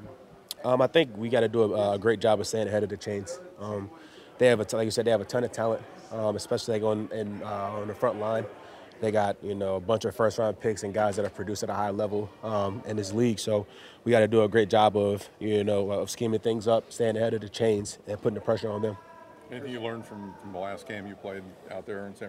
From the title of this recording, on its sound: Press Conference